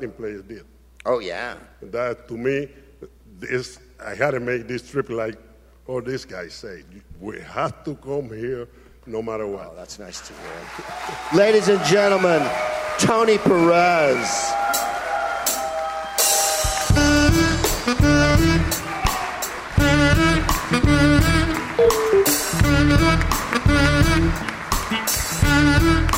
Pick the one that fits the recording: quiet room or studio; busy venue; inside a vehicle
busy venue